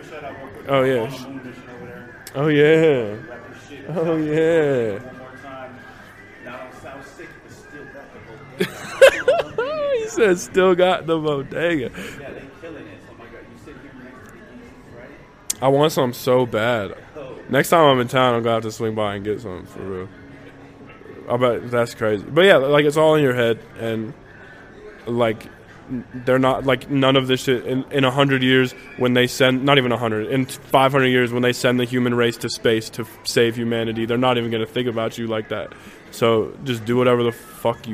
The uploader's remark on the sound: Recorded at South Sixth Bodega. Tucson.